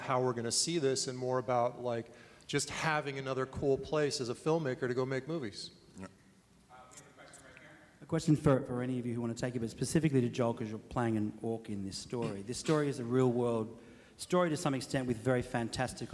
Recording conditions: live audience